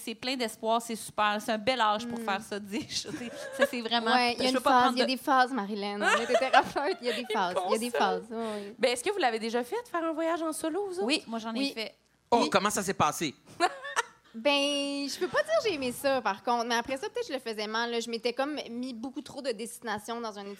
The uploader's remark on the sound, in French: Enregistrement LIVE devant public au Cabaret Lion d'Or de Montréal.